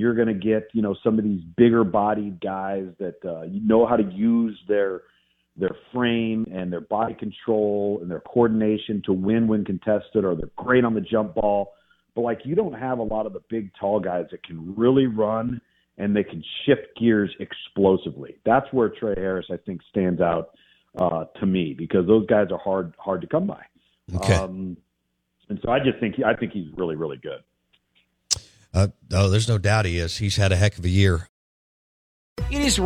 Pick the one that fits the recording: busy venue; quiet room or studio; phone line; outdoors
phone line